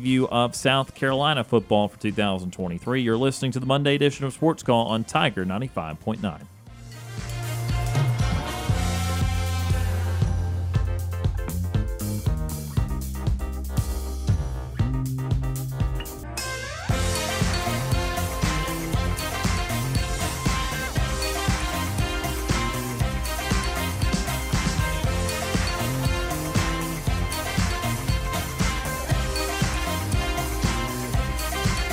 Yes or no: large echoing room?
no